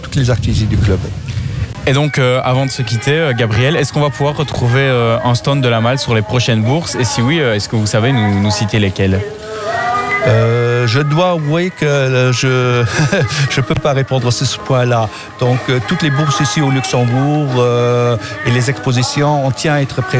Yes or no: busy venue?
yes